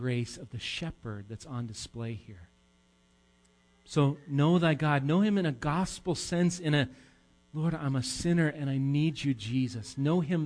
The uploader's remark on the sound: Recorded live at Bethany Bible Church on 9/9/18